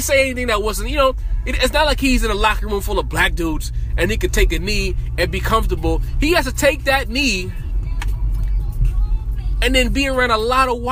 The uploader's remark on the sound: Car Sessions in New York City. While driving through the streets of New York City.